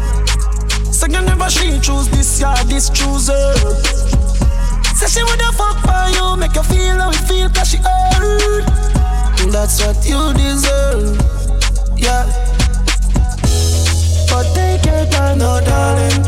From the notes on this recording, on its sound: (MINIMAL TALKING ). Live audio recording of my set at Island Saturdays on Dec 17th.